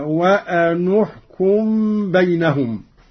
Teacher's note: قرأ قالون بضم النون أولى الساكنين